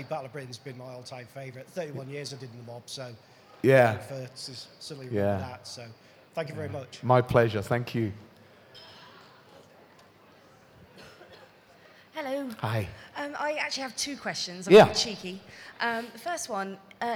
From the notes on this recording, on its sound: recorded at this year's Sci Fi Weekender 6